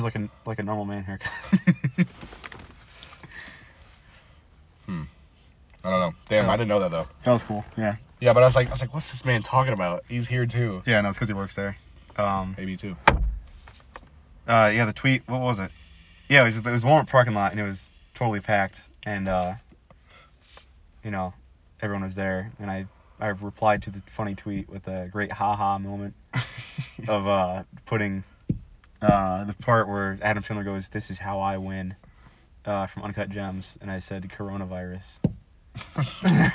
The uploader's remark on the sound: Chatting in the Car